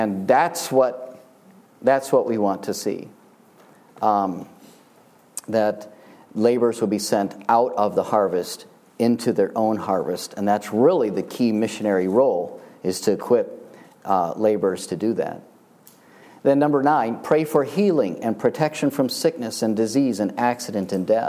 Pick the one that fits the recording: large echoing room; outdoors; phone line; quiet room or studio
large echoing room